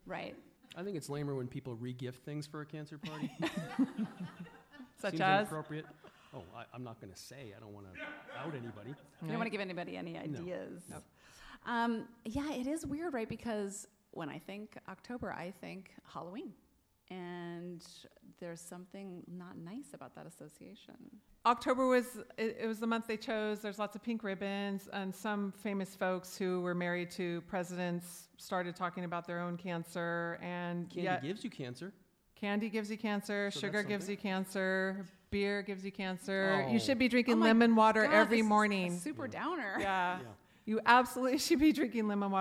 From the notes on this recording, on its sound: For the Betabrand podcast theater, recorded with a live studio audience at the apparel company's San Francisco headquarters on October 17, 2019.